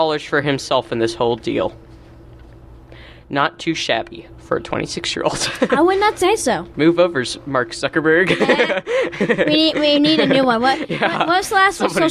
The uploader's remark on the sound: live from New Academy School in Scottsdale, Arizona